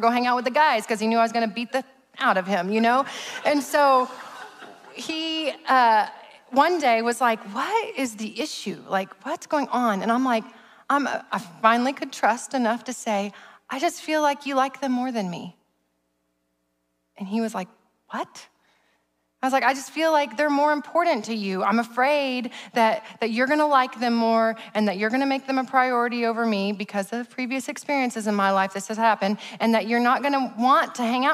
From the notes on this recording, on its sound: preached at Sozo Church in November of 2021